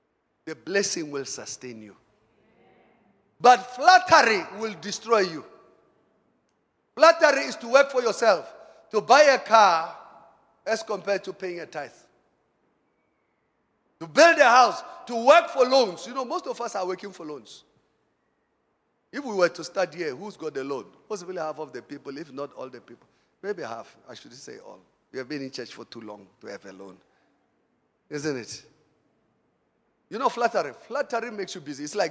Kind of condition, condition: setting, large echoing room